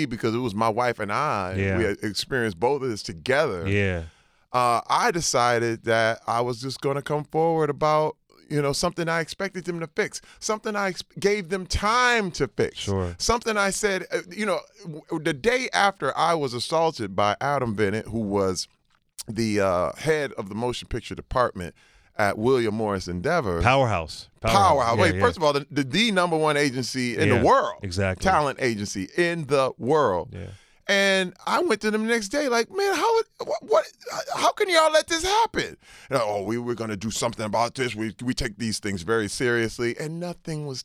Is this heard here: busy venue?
no